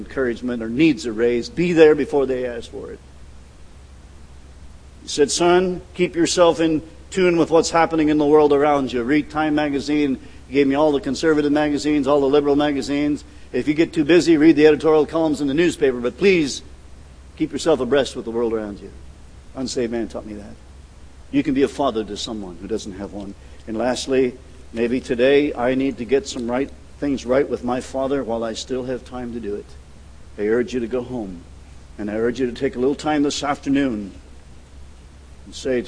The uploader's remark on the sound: at The People’s Church of Somerville, NB on the morning of June 15, 2014